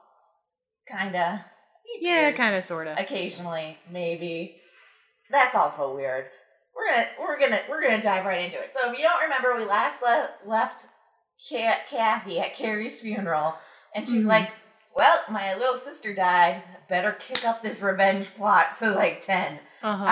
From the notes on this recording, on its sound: Sit down in a new location (sorry about the odd audio quality).